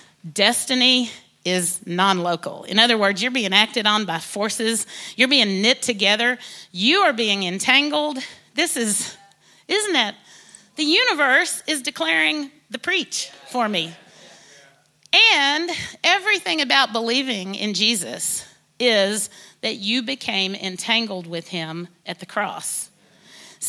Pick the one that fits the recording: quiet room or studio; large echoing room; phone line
large echoing room